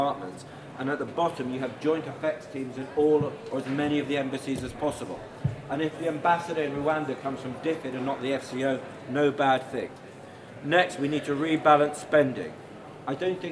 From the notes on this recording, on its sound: We’re kicking things off with a live recording of a CapX event at Conservative Party Conference.